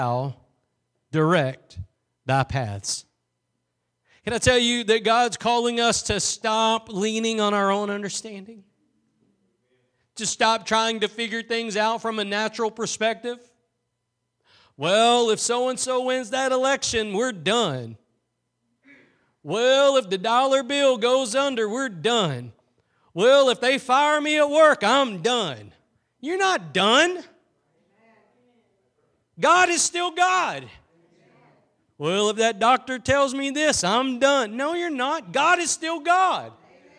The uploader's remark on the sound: Preached at Gospel Lighthouse in Bossier City, La.